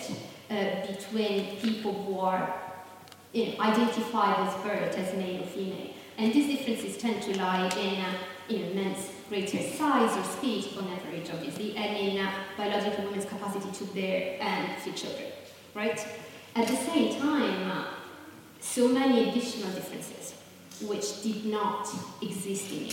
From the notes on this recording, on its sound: GenPol's first live podcast recorded with SOS Media Music.